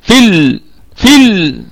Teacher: حذفت هذه الياء أو المد الطبيعي، حذف وصلا للتخلص من التقاء الساكنين